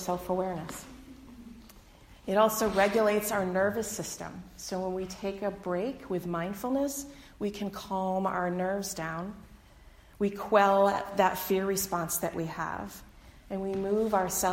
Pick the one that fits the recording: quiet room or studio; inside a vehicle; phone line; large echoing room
large echoing room